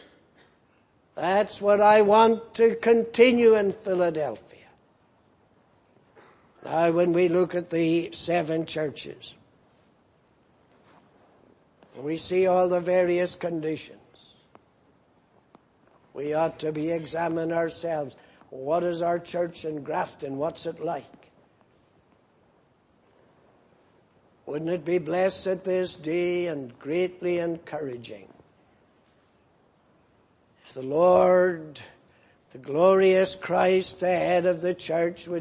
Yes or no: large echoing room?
yes